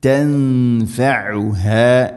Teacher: تنفعها عين ഹ മഖ്റജുകൾ ശ്രദ്ധിക്കുക, ആയിന് തൊണ്ടയുടെ മധ്യഭാഗം, ഹ തൊണ്ടയുടെ താഴെ ഭാഗം